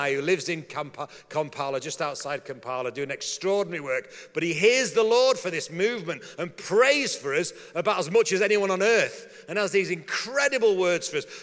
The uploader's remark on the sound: talk from the Message 30 Years Conference